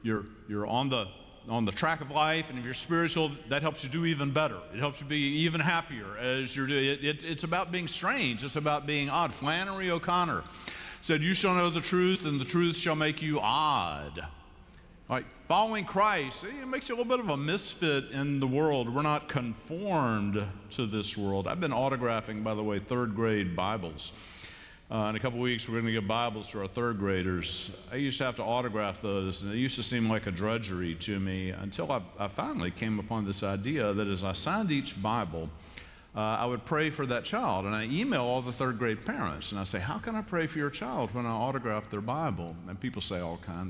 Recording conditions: large echoing room